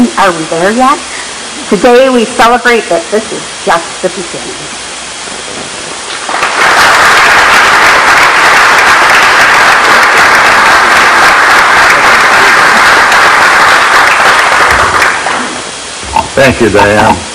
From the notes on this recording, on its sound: LIVE From Our 10 Year Celebration Gala, Part 1 of 2